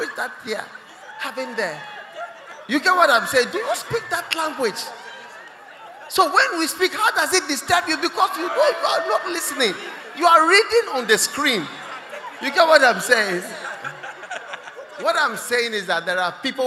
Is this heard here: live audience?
yes